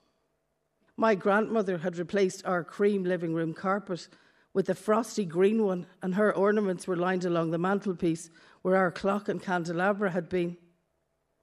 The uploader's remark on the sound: More live recordings from Ballyshannon, Derry and most recently, the Belfast Book Festival at the Crescent Arts Centre, Belfast